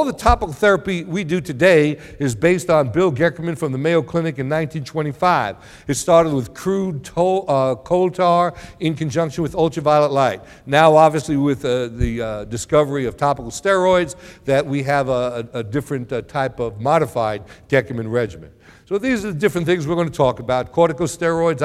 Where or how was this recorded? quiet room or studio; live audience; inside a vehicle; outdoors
live audience